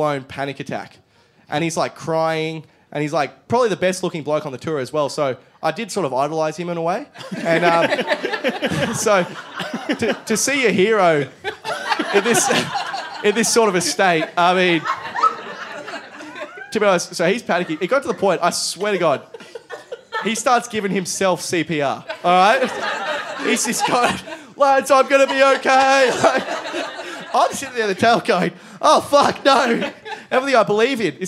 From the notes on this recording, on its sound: Taken from a live Podcast called 'A Shot and a Beer' in Canberra in 2017.